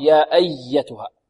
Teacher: عندنا الياء مشددة فيها نبر، والنبر هو الضغط. يا أيتها، لا نقول يا أي، يا أيتها، يا أيتها، لا، لابد ضغط قليل.